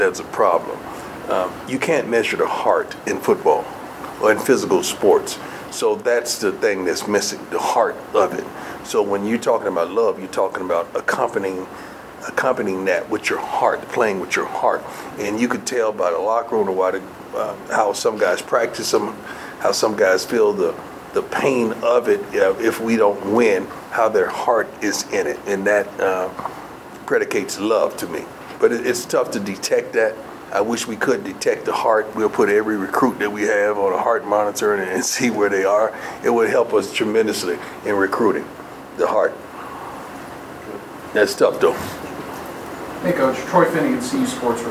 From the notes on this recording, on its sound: comments to the media during his weekly press conference in the Champions Center